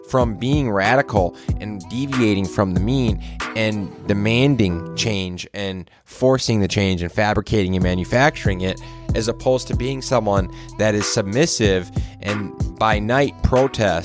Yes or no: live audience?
no